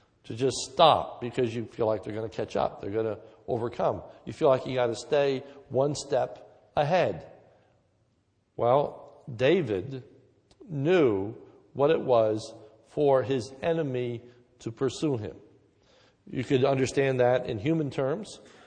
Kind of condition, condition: setting, large echoing room